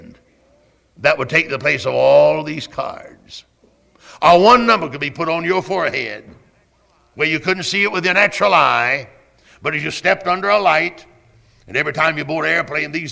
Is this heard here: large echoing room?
yes